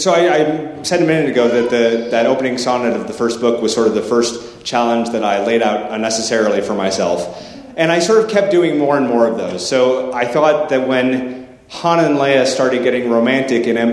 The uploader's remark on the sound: The Salt Lake City Library hosted a conversation. This in-depth discussion also took audience questions.